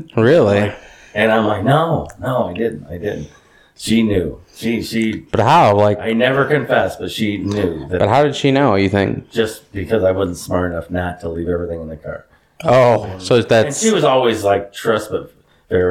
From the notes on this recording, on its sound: After a late dinner at Wisconsin Dells. I apologize in advance for the hollow sound quality. We were in a cabin.